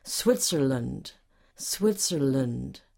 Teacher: The land is not long, it's short.